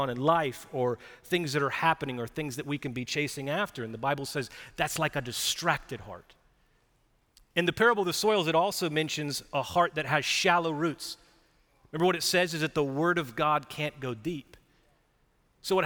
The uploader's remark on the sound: Recorded live at Brookwood church on 4.16.2023